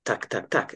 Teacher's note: the tip of my tongue is a little bit flatter, and it's almost like the front of my tongue partly touches the teeth and the ridge at the top